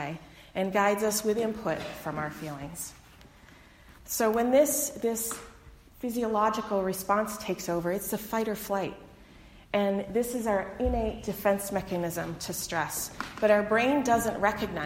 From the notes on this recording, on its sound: delivered on Sunday, February 23, 2020 at the Unitarian Universalist Congregation in Andover